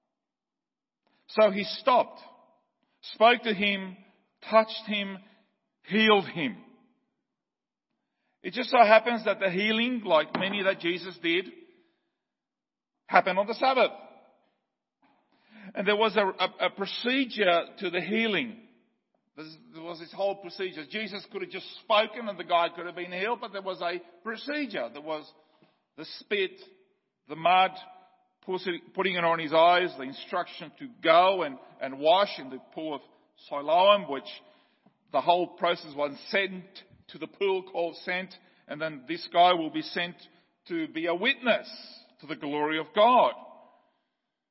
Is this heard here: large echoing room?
yes